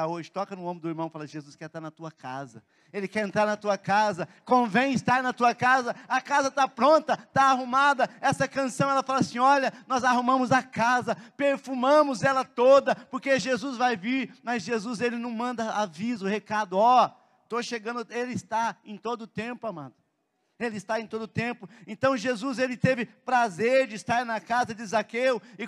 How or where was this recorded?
large echoing room